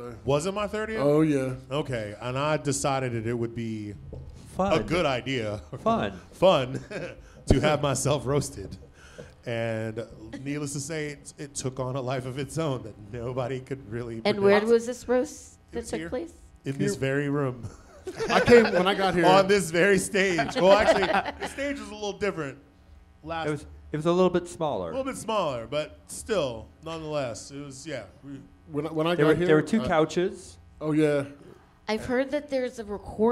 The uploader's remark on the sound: The District Of Misfits Show Live From DC9, WASHINGTON DC. Coming to you LIVE from DC9!